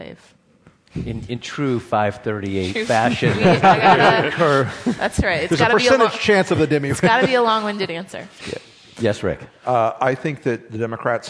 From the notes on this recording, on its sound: Live from Harvard's Kennedy School. This is a special live edition of Political Wire Conversations. I hosted an outstanding live event and discussion at Harvard’s Kennedy School.